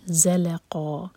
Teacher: ز buzzing sound کے ساتھ، زل دونوں لائٹ اور قاف ہیوی